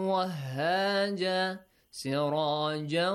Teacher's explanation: Look, I merge تَنْوِين into واو، okay? The تَنْوِين will have the sound of the letter واو.